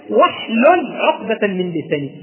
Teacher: لما جاءت قبلها الواو لم تنطق الهمزة، لما جاءت قبلها الواو لم تنطق الهمزة، لأن ده أمر الثلاثي واحلل. · Term: همزة وصل